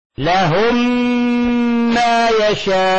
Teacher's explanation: فمثال على إدغام المثلين الصغير نمثل لذلك في نحو قوله تعالى لهم، هذه ساكنة وهذه متحركة، ما، فبندغم الميم هذه في هذه، ميم الأولى في الثانية، فبتصير لهم، لاحظوا صارت ميم واحدة مشددة